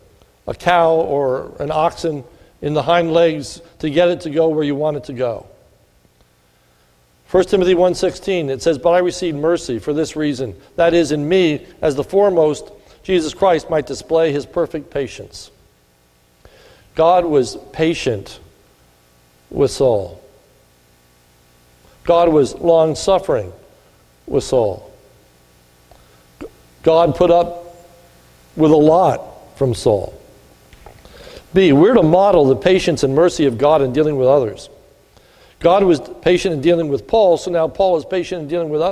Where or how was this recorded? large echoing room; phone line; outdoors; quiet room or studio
large echoing room